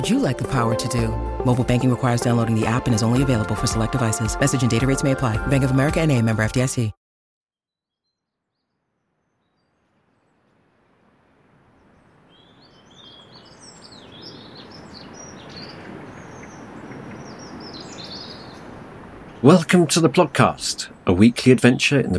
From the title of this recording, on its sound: A riverside walk